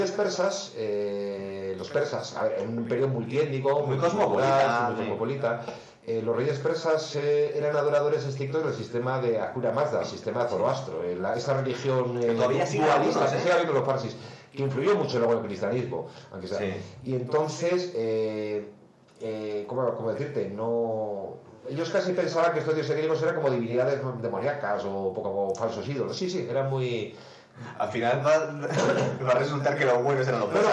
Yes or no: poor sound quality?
yes